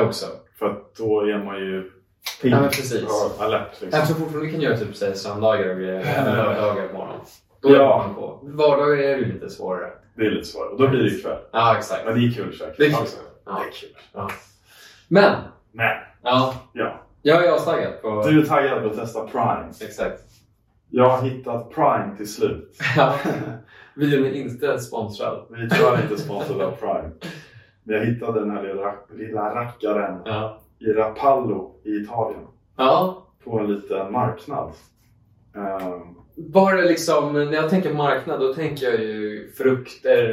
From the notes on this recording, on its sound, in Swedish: Om du undrar varför ljudet är lite kefft så är det för att vi misslyckades med att sätta på mickarna och därför blev tvungna att använda kamerans ljudupptagning istället.